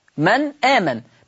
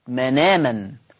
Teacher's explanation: بشيل الهمزة واخد الفتحة اللي على الهمزة حطها على النون · Shown in: second take · فتقرأ مناما، تقرأ مناما. · Term: النقل